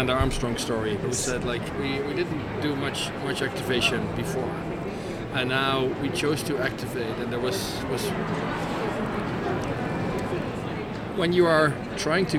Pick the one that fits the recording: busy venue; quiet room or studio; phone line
busy venue